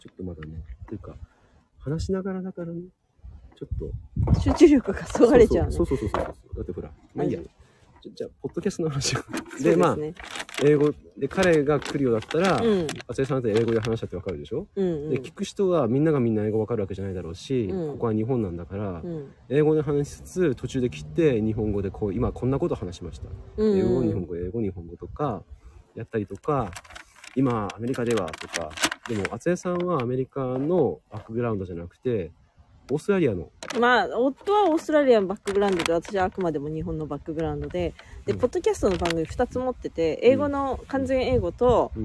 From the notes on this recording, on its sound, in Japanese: 農家とガーデナーの雑談 雑音多し。